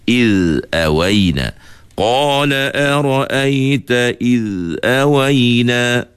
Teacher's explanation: Pastikan huruf zal ni jangan ada timbul qalqalah. Tapi di masa yang sama, huruf zal juga kita tidak boleh putus suara.